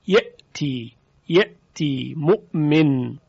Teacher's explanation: پرتاب هوا در تلفظ حرف همزه نباید موجب ایجاد قلقله در همزه بشه. یعنی مثلا ما نمیتونیم بگیم یأتی، این غلط از لحاظ تلفظ عربی.